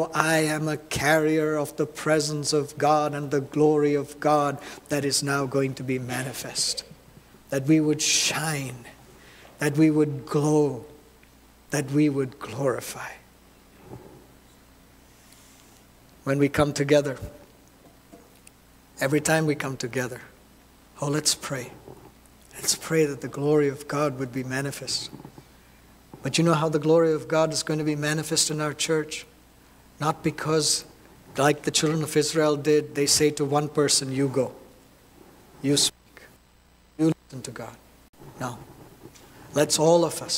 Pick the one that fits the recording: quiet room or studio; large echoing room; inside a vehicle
large echoing room